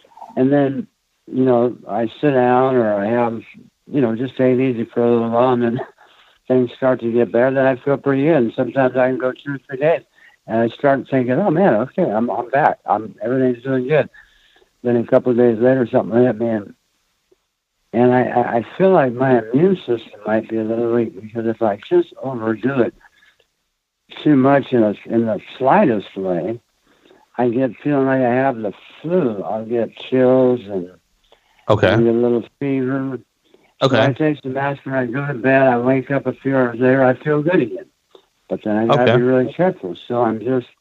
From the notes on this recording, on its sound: answers questions of a live caller